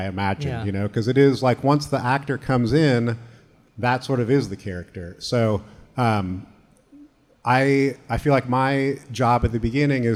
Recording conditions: live audience